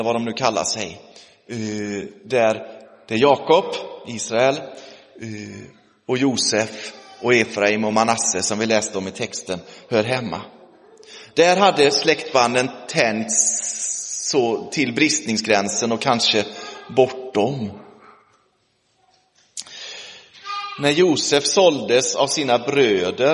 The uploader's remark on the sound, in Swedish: Inspelad i Roseniuskyrkan den 22 oktober 2023